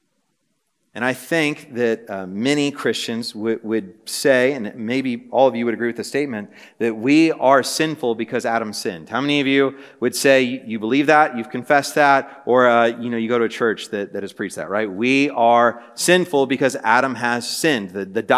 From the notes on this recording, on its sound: This message was preached on January 25, 2024 at a Thursday Night Gathering of Coram Deo College Ministry.